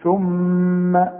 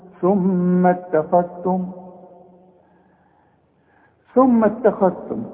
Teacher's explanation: ميم عليها شدة هناخدها فيما بعد، بس لازم تغني دلوقتي